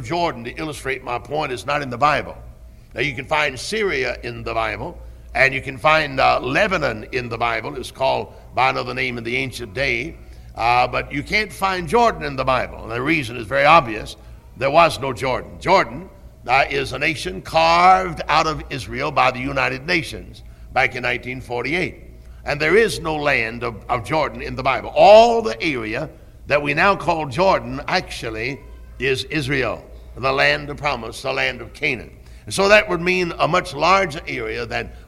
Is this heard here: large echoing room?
yes